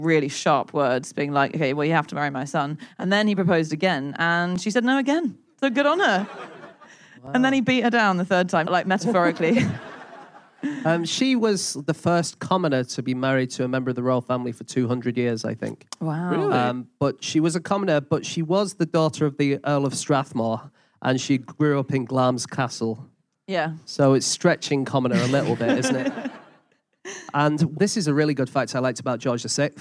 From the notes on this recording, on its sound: Live from Cardiff.